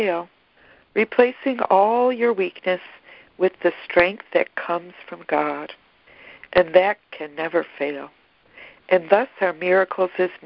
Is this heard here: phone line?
yes